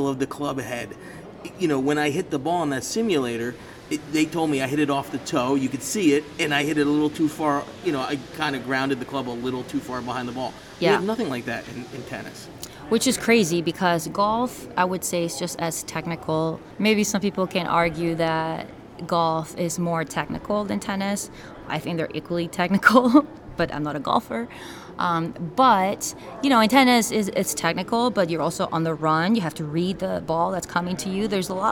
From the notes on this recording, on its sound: Live In Orlando At The PGA Show. Live at The PGA Merchandise Show.